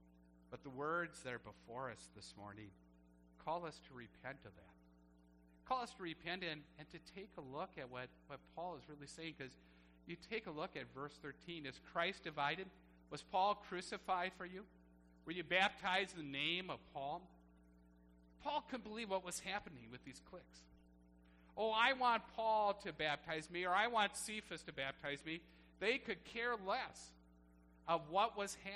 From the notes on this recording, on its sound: Service recorded at Living Water Lutheran Church, Oshkosh, WI.